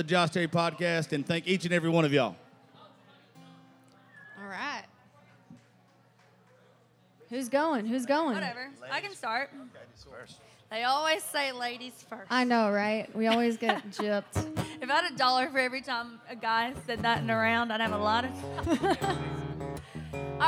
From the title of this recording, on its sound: Rounds At Live Oak In Nashville